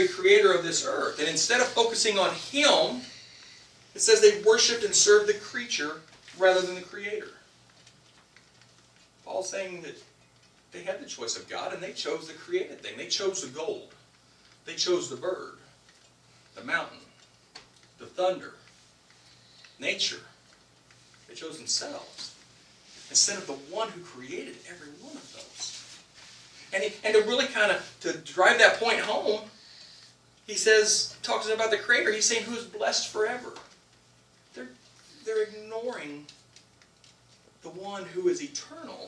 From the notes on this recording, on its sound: This week's message suffered from sound issues that are resolved in future episodes.